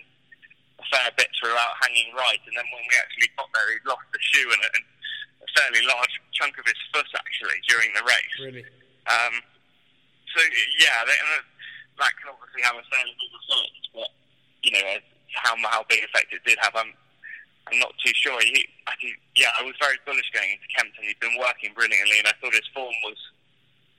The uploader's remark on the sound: call in from Taunton and Barbados respectively